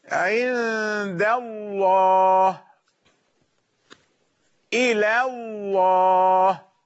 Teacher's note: طيب إذا جاءت بعد حرف مفتوح عند الله إلى الله، إذن لام لفظ الجلالة تفخم بعد فتح أو ضم ولا ترقق إلا بعد كسر